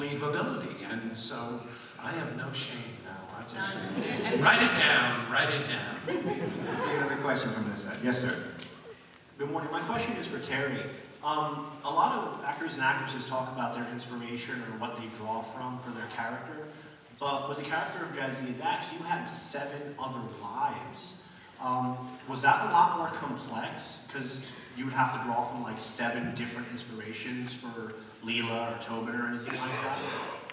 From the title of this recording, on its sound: Live at Pensacon 2017